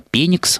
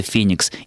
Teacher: в славянском языке не было звука «ф», и очень часто наши предки на месте греческого или арабского или еврейского «ф» произносили «п» · Shown in: first take